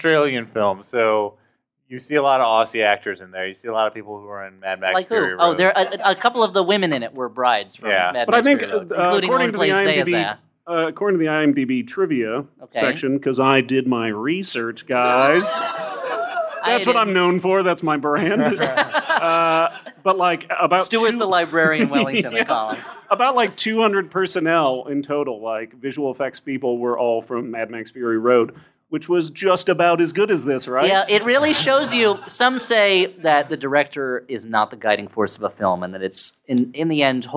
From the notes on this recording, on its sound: Live from Cake Shop as part of NYC Podfest.